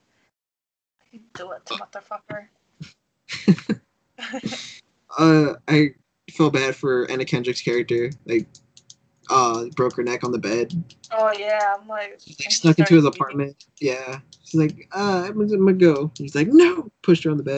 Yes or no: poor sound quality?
yes